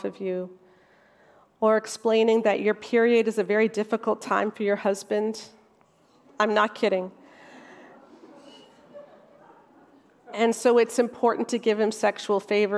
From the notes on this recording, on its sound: Featuring a talk from our recent Restore Conference.